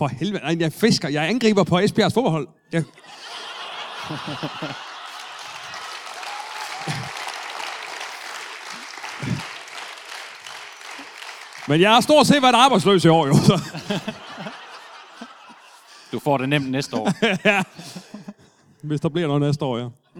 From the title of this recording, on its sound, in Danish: LIVE fra Esbjerg